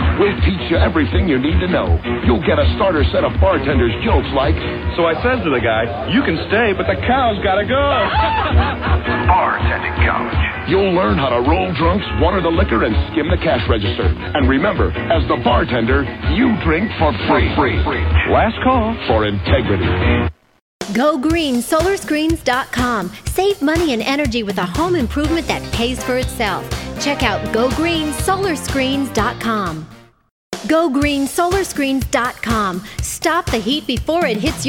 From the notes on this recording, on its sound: joins us via phone